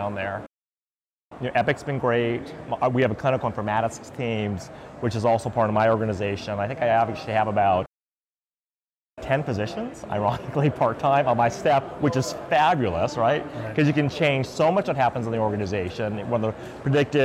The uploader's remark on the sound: an Interview in Action live from CHIME’s Fall Forum